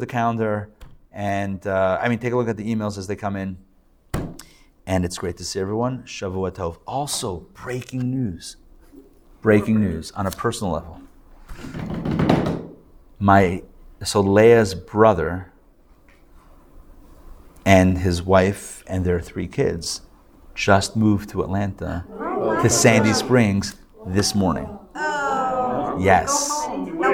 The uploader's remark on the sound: Recorded live at The Torah Center ATL on Sunday, July 30, 2023